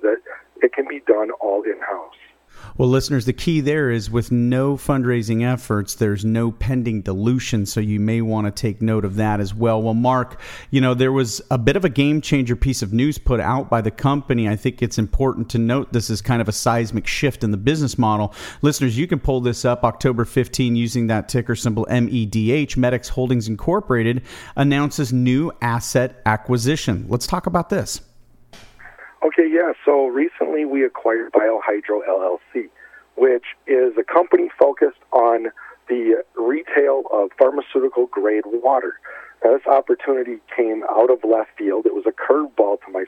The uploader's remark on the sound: called in to SmallCapVoice